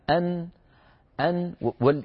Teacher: الصوت الأول قرع لطرف اللسان مع ما يحاذيه من الحنك الأعلى من سقف الحلق، وبعد هذه القرعة مباشرة غنة من الخيشوم. مجموع هذين الصوتين اللذان هما من مكانين، طرف اللسان داخل الفم والغنة من الخيشوم عن طريق الأنف، مكانين مختلفين، مجموع هذين العملين أن قرع طرف اللسان مع صوت الغنة مجموعهما يشكل حرف النون. · يجد بأن طرف لسانه يقرع ما يحاذيه من الحنك الأعلى ويصاحب ذلك صوت يخرج عن طريق الأنف تسميه العرب الغنة. إذن لما نقول أن هناك صوتان يخرجان متصاحبين، الصوت الأول قرع لطرف اللسان مع ما يحاذيه من الحنك الأعلى من سقف الحلق، وبعد هذه القرعة مباشرة غنة من الخيشوم. · Term: نون ساكنة